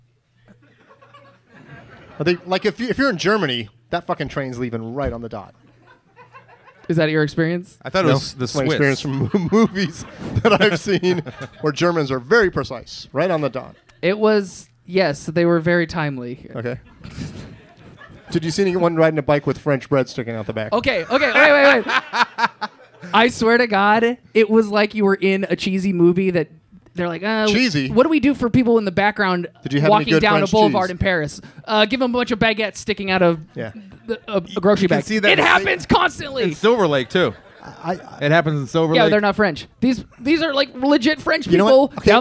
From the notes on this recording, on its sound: Live at the Improv. All in front of a live audience!